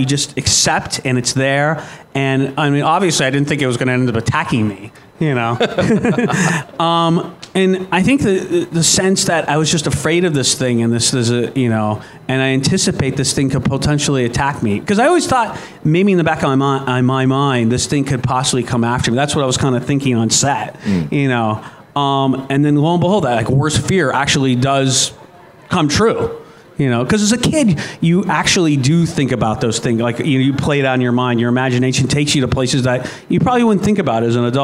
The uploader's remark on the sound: Live at Propstore.